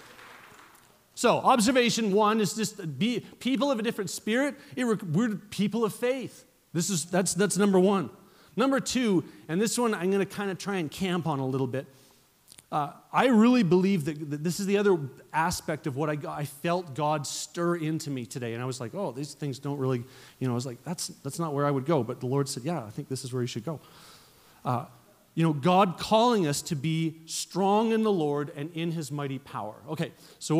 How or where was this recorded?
large echoing room